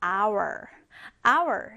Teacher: 자, 여기서 여러분 h로 시작하는 단어인데요. 지금 h 발음 쌤이 했어요? 하지 않았죠. 그냥 hour이라고 했습니다. 자, h는 바로 silent letter.